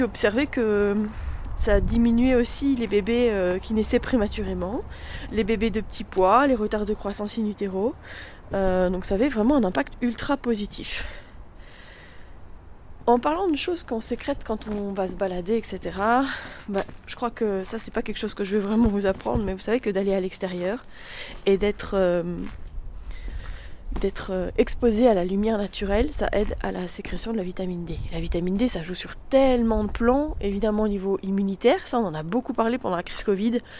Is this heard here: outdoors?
yes